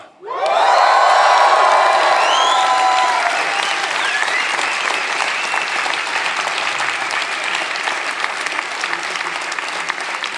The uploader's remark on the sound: Recorded live at Chat Noir in Oslo.